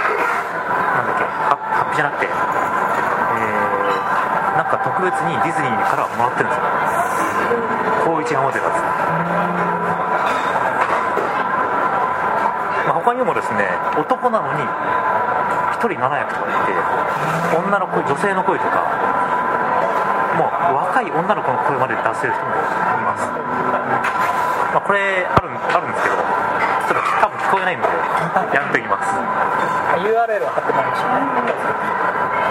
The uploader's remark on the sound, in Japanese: カルビ屋大福 柏の葉店にて収録。カルビ屋大福 柏の葉店にて収録。